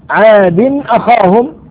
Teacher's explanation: إظهار لوقوع الهمز بعد التنوين